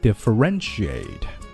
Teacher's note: 注意重音是在第三个音节